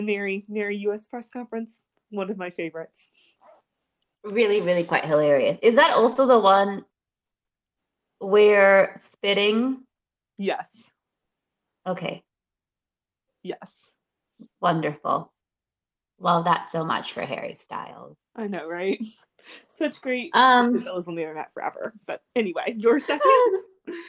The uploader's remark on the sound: We would apologize for any technical glitches.